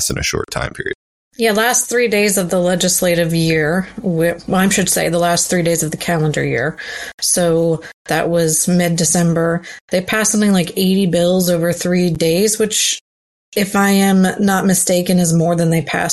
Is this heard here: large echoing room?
no